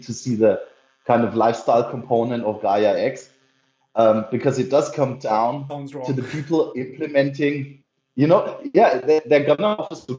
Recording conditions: poor sound quality